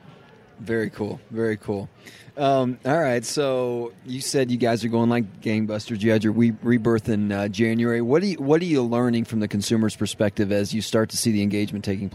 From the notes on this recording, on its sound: This week’s episode of The Bridge is coming at you live from the National Apartment Association in Denver!